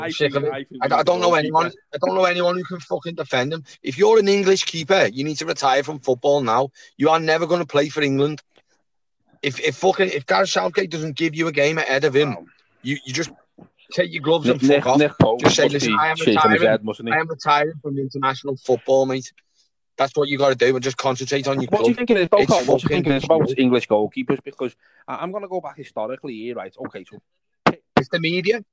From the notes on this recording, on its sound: In the car